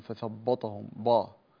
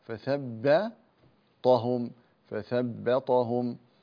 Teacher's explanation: ننتبه إلى الباء في كلمة فثبطهم ولا نفخمها تبعا للطاء · Shown in: second take